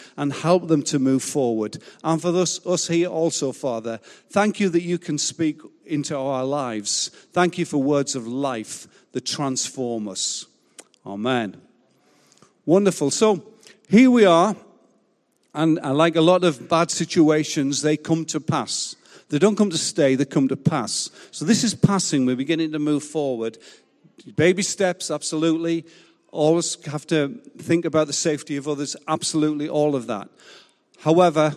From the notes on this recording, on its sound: Recorded live at Life Church Lancashire 28th March 2021.